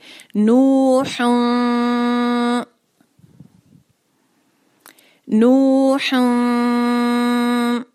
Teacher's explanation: اور پھر ساتھ اس پہ جو ہے وہ دو دمہ ہیں تو پھر خیال رہے کہ ہن کی طرف نہ جو ہو بلکہ ہن، ہونٹوں کو گول کر کے آپ نے دمہ کی آواز کو ادا کرنا ہے. لیکن پھر آگے چونکہ ف ہے تو فوراً سے ہی ہن شروع کرتے ہی ہم اس کو آواز ناک میں لے جائیں گے تو ہم تاکہ اخوا کر سکے.